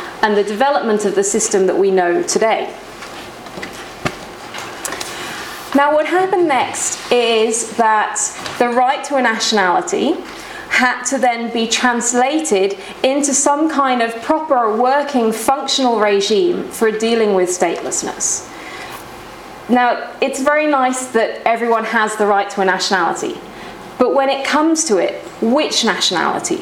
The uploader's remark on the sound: This podcast was recorded at the Refugee Studies Centre's second Wednesday Public Seminar of Michaelmas Term 2011, which was on Wednesday 19th October 2011 at the Department of International Development, University of Oxford.